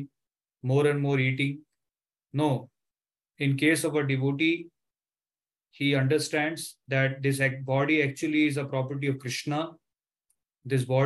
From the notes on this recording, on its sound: Zoom platform.